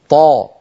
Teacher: الحرف المطبق من حيث انحصار الصوت ينحصر الصوت بالحرف المطبق بين اللسان والحنك الأعلى · Term: الإطباق